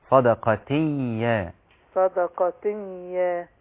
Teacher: مش هبين النون خالص، مش هبين التنوين. صدقتية تية تية من التاء المربوطة للياء اللي بعدها مباشرة. · Term: الادغام